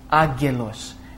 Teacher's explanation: The NG sound has been dropped. You can go either way.